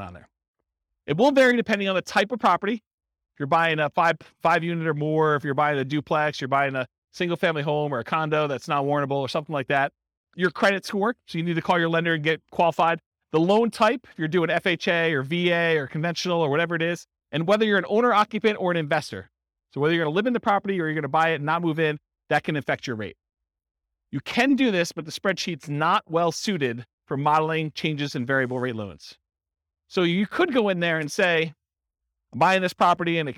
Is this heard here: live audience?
yes